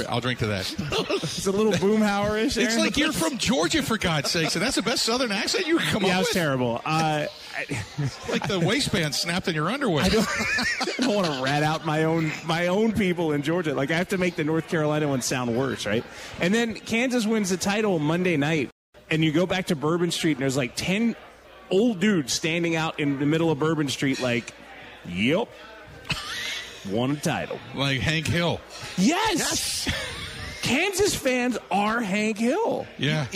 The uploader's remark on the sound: live at Steny's